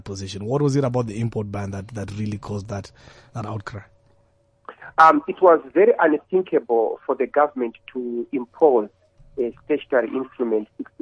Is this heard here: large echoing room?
no